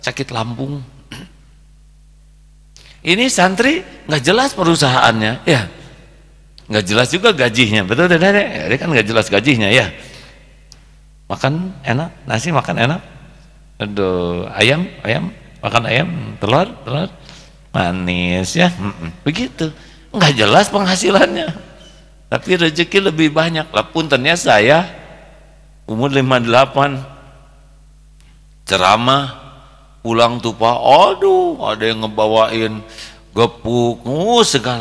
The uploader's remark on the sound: LIVE dari Masjid Daarut Tauhiid Bandung